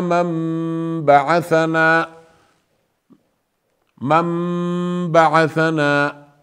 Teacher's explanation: نتوقف بمقدار حركتين غنة، نتوقف بمقدار حركتي غنة · قلبنا النون الساكنة إلى ميم، فصارت إيش؟ فصارت ميم بدل نون بسبب وجود الباء الذي يأتي بعدها